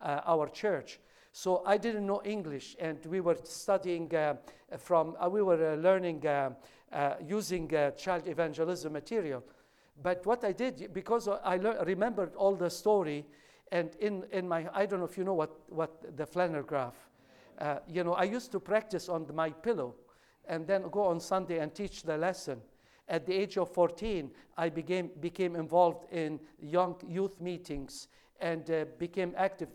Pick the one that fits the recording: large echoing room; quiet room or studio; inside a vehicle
large echoing room